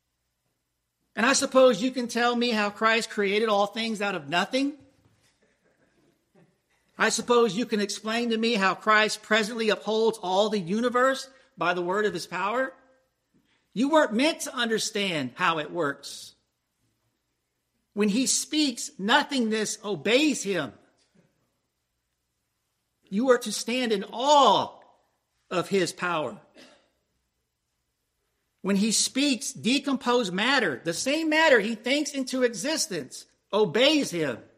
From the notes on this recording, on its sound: Preached at Christ Presbyterian Church, Lakeland, FL